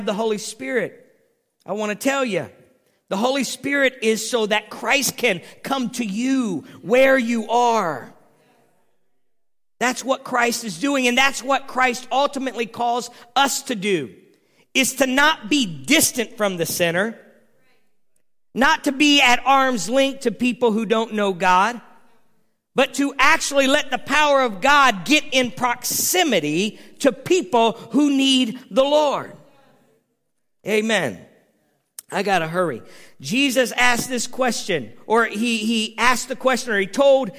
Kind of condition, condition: setting, large echoing room